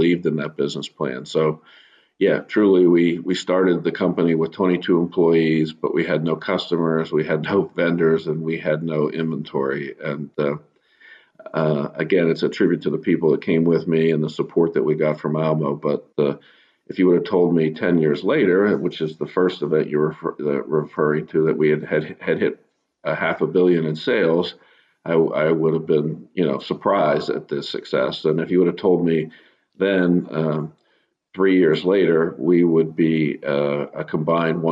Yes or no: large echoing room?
no